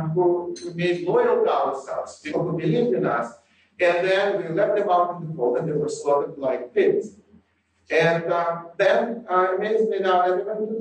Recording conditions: poor sound quality